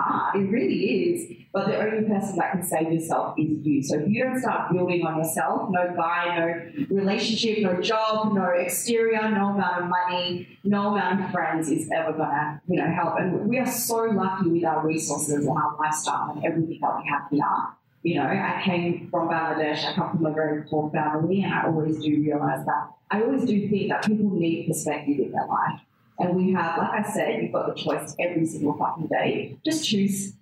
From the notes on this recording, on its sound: With 120 ladies in the audience for our very first live show 'Cocktail Conversations + Comedy... I'll admit the quality of this audio is less than ideal.